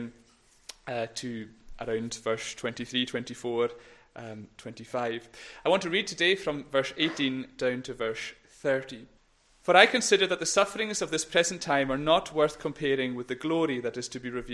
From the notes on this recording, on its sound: recorded at North Harris Free Church Sunday morning 19 September 2021